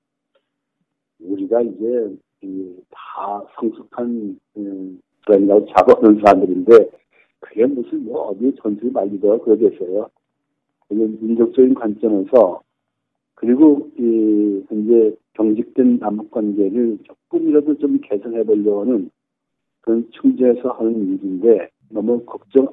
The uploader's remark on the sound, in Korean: 전화인터뷰